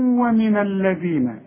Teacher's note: لازم تطلع لسانك في الذال